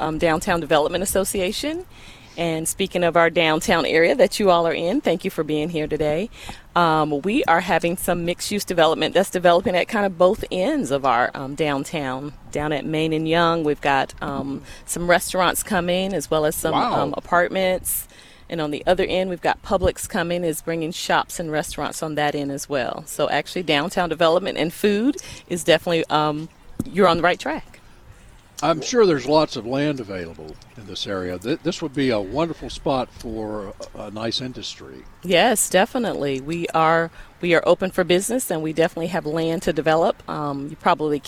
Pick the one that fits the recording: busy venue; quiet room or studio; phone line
busy venue